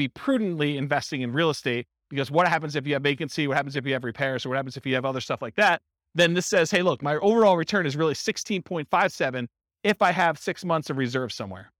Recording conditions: live audience